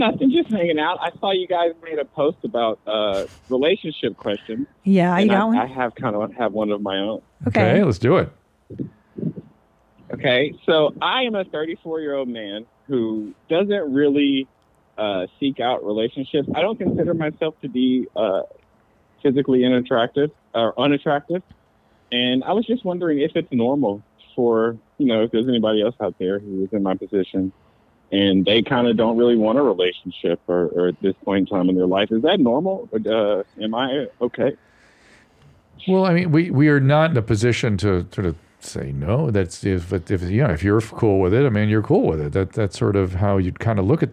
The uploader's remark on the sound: taking live calls